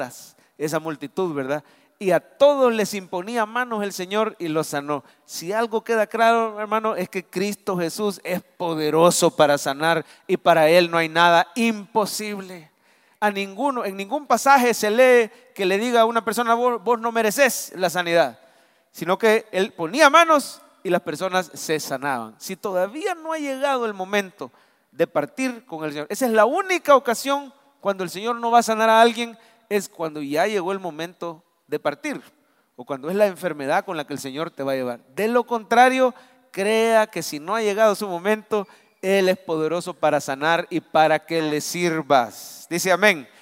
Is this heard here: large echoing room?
yes